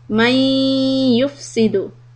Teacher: idgham with the ghunna من the sound is going to come out from your nose